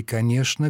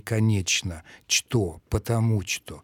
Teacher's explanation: Например, для речи петербуржцев было характерно сохранение корневого «ч» в словах «что» · Shown in: second take · Term: петербургском акценте